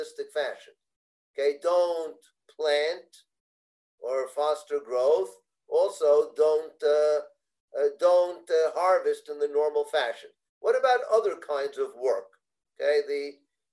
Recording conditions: video call